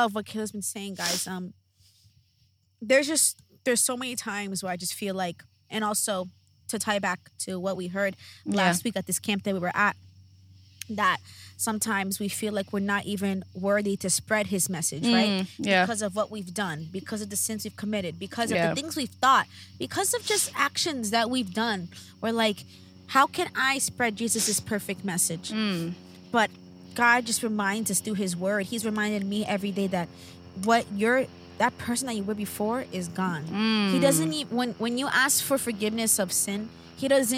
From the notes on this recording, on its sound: sit outside in their makeshift table